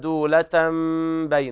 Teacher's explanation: إقلاب التنوين ميم مخفاة عند الباء